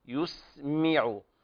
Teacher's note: أيضا في قوله تعالى إن الله يسمع، هنا بيان كسر الميم لأنها انحصرت بين ضمتين، السين قبلها ساكنة وقبلها ضم وبعدها العين مضمومة، يسمع، فهنا يسمو العلماء تخليص الكسر من الضم.